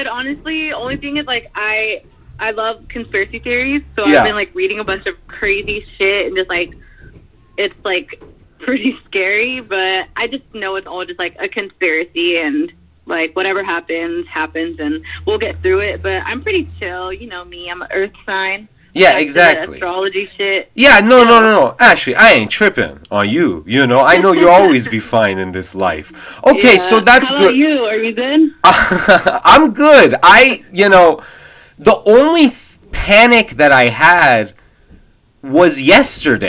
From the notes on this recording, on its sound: Gets on the phone (one by one).